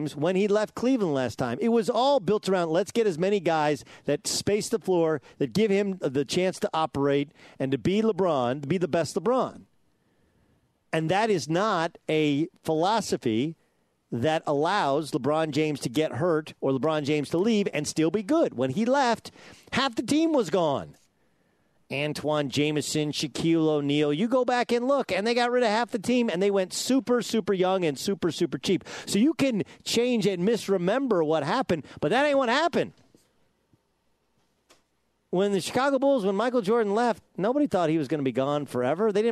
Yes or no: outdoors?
yes